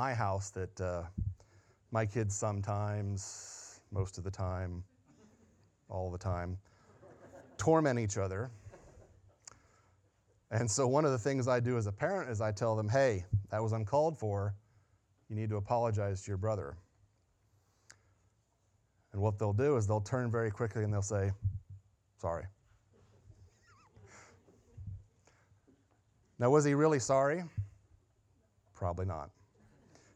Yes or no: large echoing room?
yes